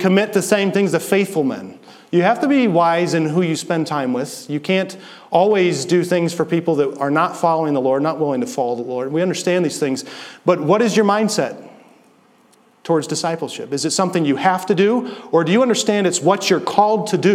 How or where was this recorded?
large echoing room